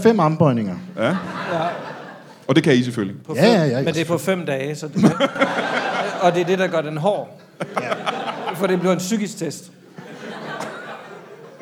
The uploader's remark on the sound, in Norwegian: LIVE fra Comedy Zoo